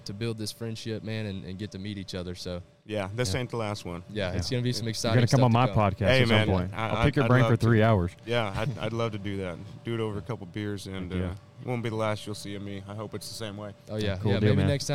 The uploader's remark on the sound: we are live at the Texas Trophy Hunter's Extravaganza in Dallas, Texas with some interesting fellow exhibitors